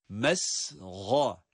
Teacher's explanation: Burada sin ince ama kendisinden sonra gelen gayın harfi ise kalın okunan harftir. ذِي مَسْغَبَةٍ Sonrasında ince olarak devam ediyor.